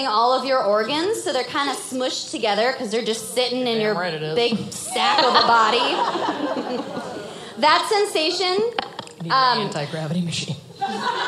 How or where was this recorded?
live audience